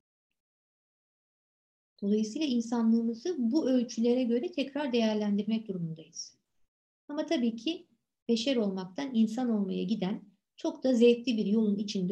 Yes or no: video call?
yes